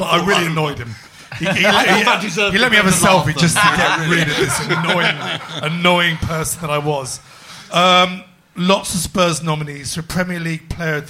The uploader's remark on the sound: Recorded live, defying the Beast from the East this is another #SpursShowLIVE, where a select few Spurs Show Season Ticket holders drink beer and shout at the podcasters for just a fiver!